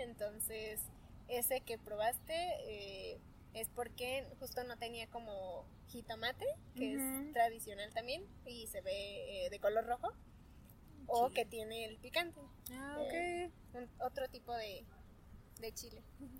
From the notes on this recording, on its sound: In this interview I bring you live to Polanco, Mexico City